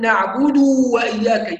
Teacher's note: يعني يبالغ في الضمه فتصير واو، يزيد واو. كل هذه اخطاء، يبقى لابد من اتمام الضمه والانتقال بسلاسه الى الواو، نعبد واياك هكذا.